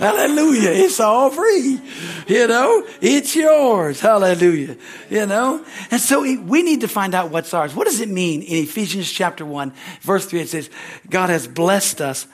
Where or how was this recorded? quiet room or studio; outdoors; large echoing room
large echoing room